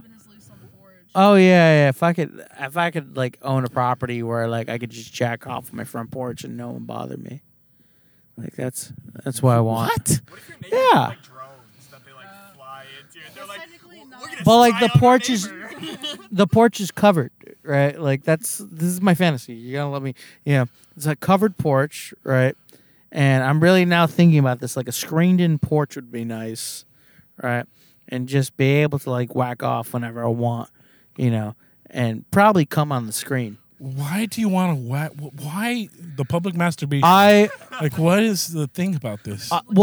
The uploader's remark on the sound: we are in the car